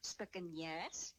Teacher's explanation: die palatalisatie word spikkenaars uitgespreek as spikkenjaars